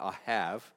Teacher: And so the most common way of pronouncing this would be Ahav. The B on the end has almost more of a V sound, Ahav. This verb, Ahav, occurs in the Old Testament more than 208 times.